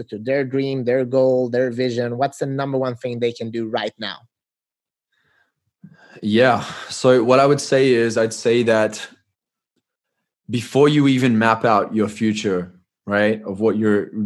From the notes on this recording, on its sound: I sat down virtually with a man.